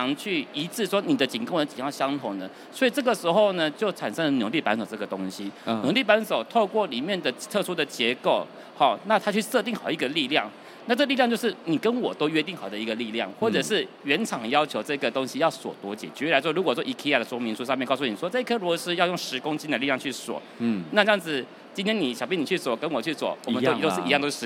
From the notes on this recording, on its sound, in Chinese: 本集節目於2023年台灣國際扣件展（FASTENER TAIWAN 2023）5月3日至5月5日在高雄展覽館現場錄製。